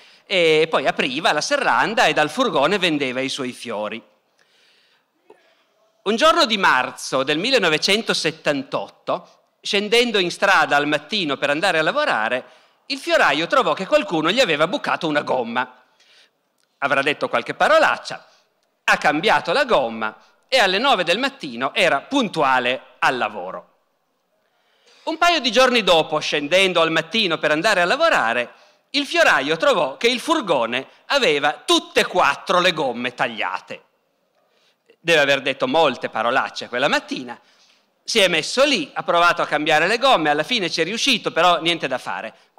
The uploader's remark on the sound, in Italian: Dal Festival della Mente 2017.